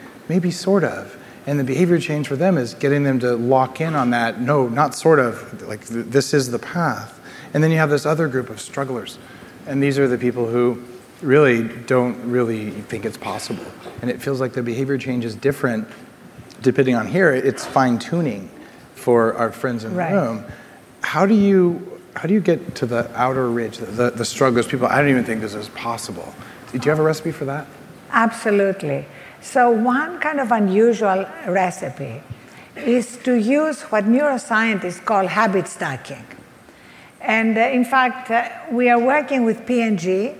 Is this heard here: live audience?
yes